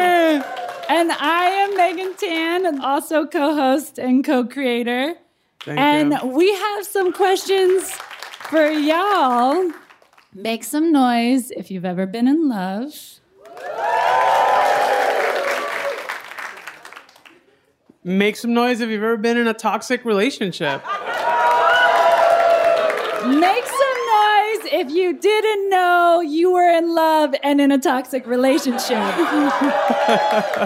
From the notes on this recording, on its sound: In this special live episode of the show, we get real. Joined on stage at the Crawford Family Forum.